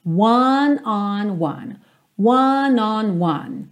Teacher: começa fechadinho, depois aberto, depois fechadinho de novo.